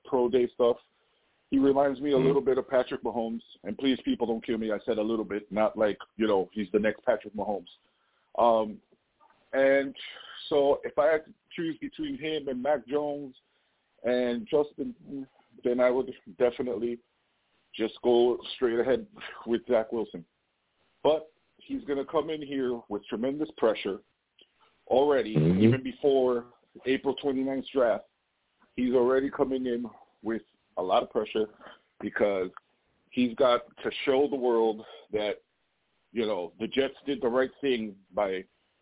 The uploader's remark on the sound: I also take live callers!